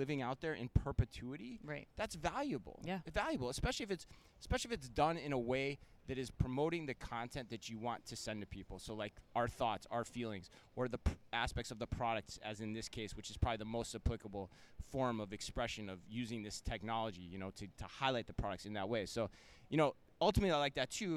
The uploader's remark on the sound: live from Shoptalk Europe in Barcelona